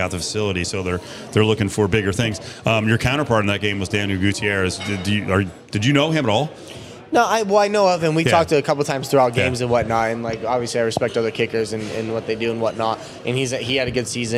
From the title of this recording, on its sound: LIVE AT CIRCA